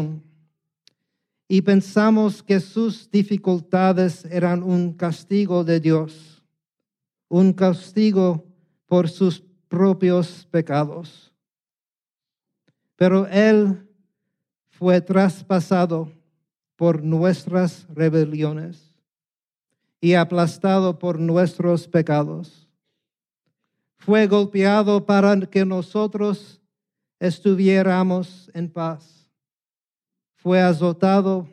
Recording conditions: large echoing room